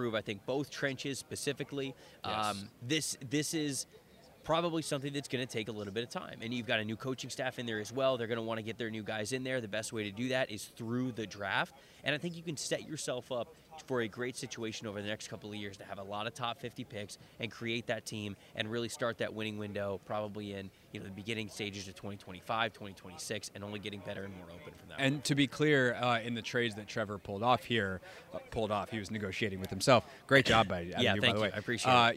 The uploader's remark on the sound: live from the NFL Combine in Indianapolis